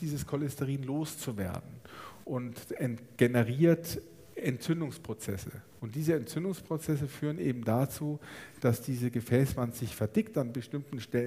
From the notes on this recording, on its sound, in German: Theresien-Krankenhaus Nürnberg. Live-Aufzeichnung. Dazu hatten auch die Zuhörer*innen zahlreiche Fragen.